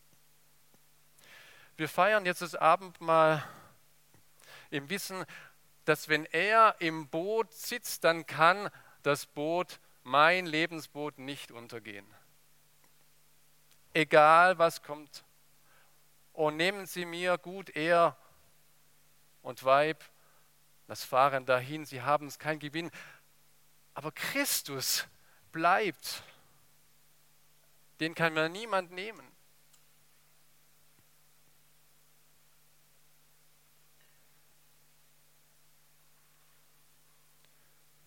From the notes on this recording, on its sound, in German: aus dem Gottesdienst der Liebenzeller Mission